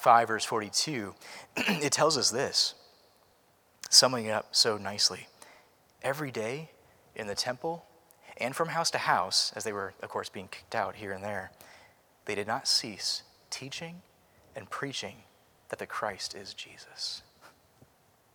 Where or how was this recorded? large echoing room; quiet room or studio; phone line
large echoing room